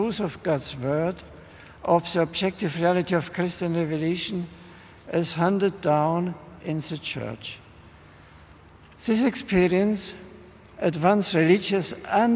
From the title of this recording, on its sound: addresses 80,000 pilgrims at a vigil in Hyde Park